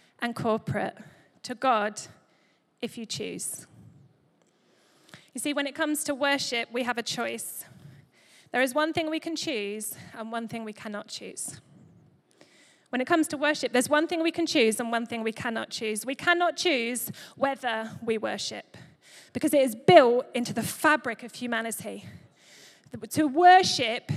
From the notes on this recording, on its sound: Recorded live at Life Church Lancashire - 30th April 2023